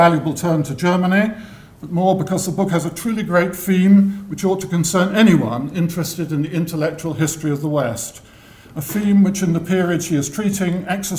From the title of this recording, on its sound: Inaugural Lecture